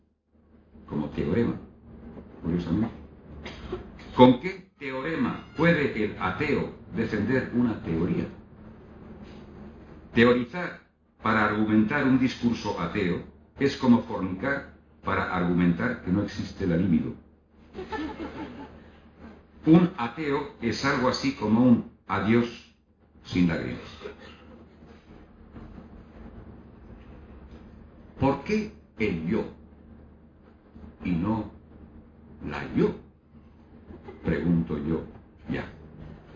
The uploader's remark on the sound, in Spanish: En la carpa que la organización del Festival, ha instalado en la Alameda para el desarrollo de todos los actos